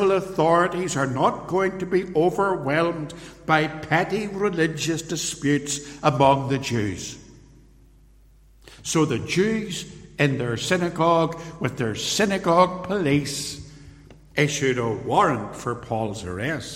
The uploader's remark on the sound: Sermon, preached live at Templepatrick Reformed Church.